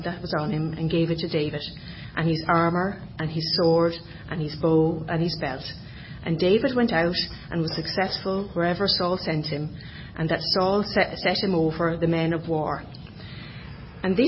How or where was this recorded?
large echoing room